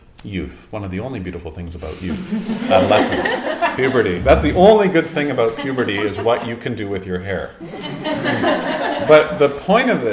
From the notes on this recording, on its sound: recorded in front of a small group in Toronto in 2015